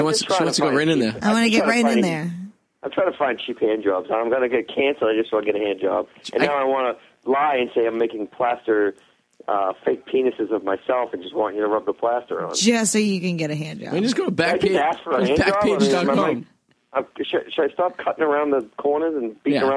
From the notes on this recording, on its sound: Calling in from the find city of Wakefield. Gets very worked up on the phone.